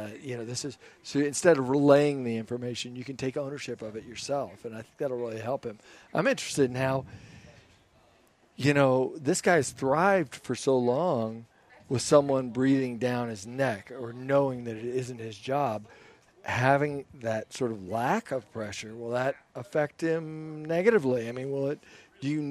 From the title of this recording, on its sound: live from Broncos Training Camp